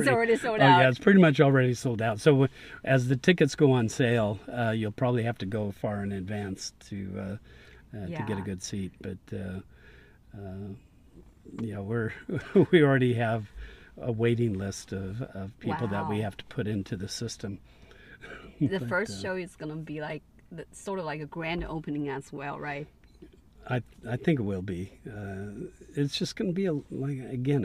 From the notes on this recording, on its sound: Cat Jam In The Car.